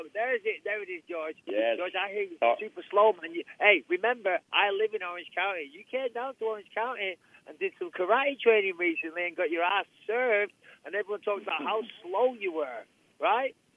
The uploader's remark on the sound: UFC 217 Conference Call